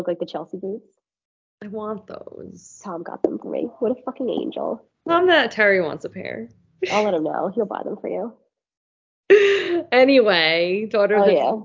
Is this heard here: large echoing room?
no